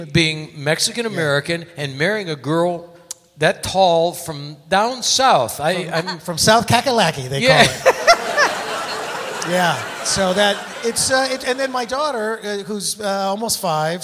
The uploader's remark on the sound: Live at the Southpoint Casino